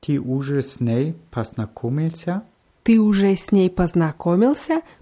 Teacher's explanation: bei уже ist die Betonung auf dem je